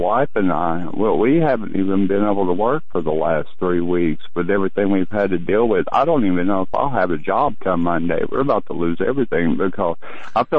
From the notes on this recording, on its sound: News followed by Open Phone Lines on The Hagmann Report. Open phone lines in the last 2 hours.